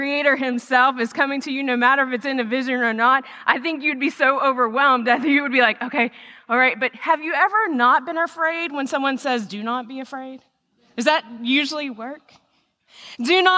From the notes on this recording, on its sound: The message recorded live at Covenant.